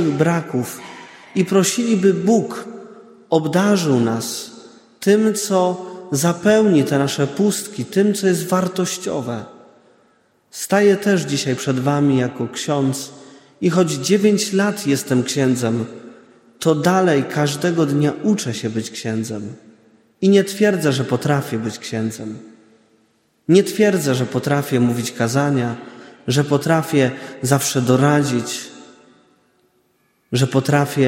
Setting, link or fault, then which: setting, large echoing room